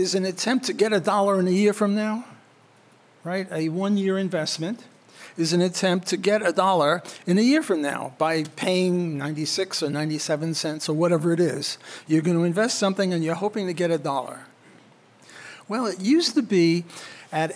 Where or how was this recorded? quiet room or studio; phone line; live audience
live audience